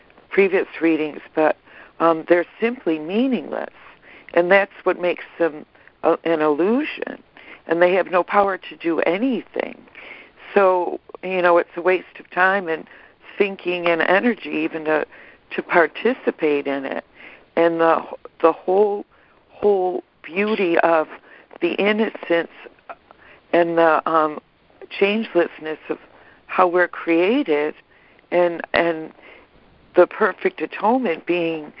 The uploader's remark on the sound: ACIM Daily Conference Call